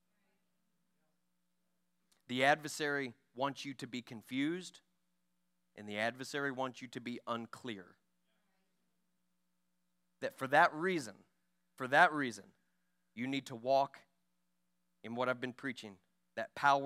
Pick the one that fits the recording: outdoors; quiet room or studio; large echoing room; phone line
large echoing room